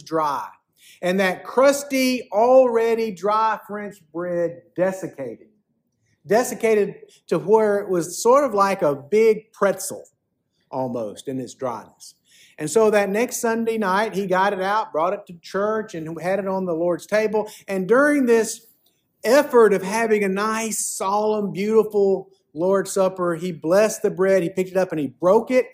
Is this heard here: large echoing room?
yes